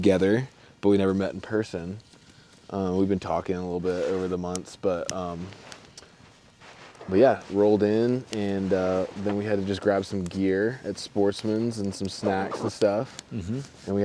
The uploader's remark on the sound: This one was recorded live on the mountain next to a roaring campfire on the last night before we packed out.